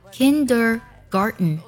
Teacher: 通常也会将 T 进行鼻音爆破 · IPA: [ˈkɪndərˌɡɑrtən]